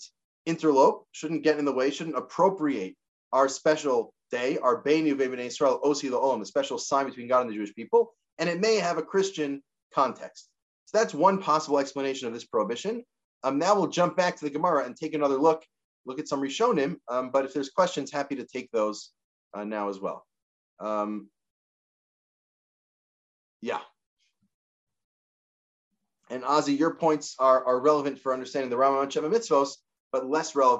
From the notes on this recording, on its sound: This audio was captured from Zoom on 03/13/2022 as part of Drisha's Spring Zman.